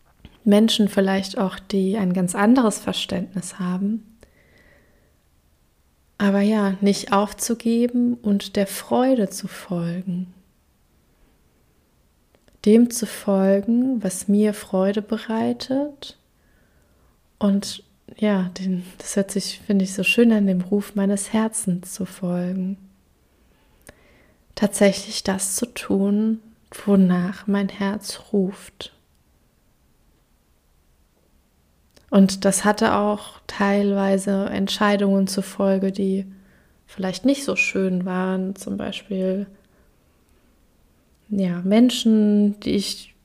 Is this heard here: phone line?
no